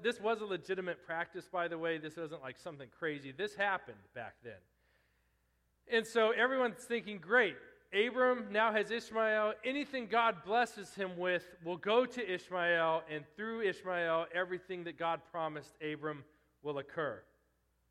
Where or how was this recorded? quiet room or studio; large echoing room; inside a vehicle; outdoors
large echoing room